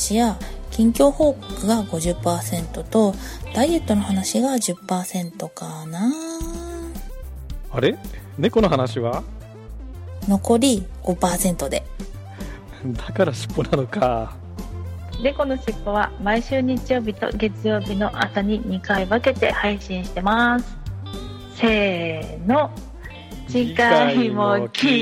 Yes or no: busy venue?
no